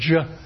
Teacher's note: It is actually a stop, but the air is being released more slowly, and because of that, you can hear you hear some frication, because as the articulators part, you're going to get some turbulence · Term: affricates